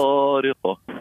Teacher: القاف قوي، هو قوي، كي يسكن يضعف، وكي يضعف نعاود نقويه بالقلقلة. كي تقول والسماء والطارق وما أدراك ما الطارق، ذهبت القاف، إذن جات صفة القلقلة كملت وعوضت الضعف فصارت قوية.